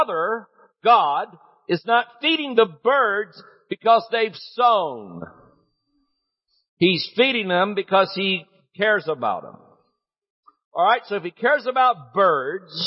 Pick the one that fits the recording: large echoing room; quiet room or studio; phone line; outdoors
large echoing room